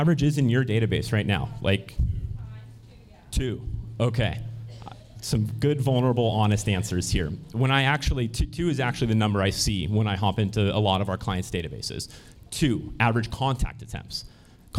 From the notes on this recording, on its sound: a segment from the 2023 Hyperfast Agent Summit held in Arlington, Virginia